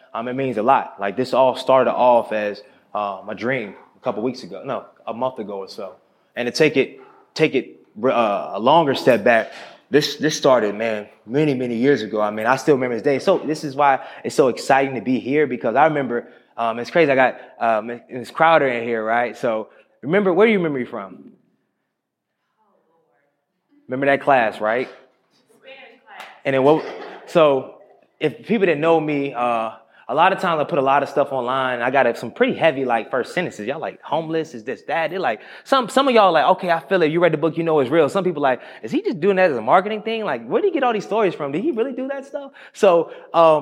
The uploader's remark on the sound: Another exclusive live podcast edition from our first tour stop in Charlotte, North Carolina.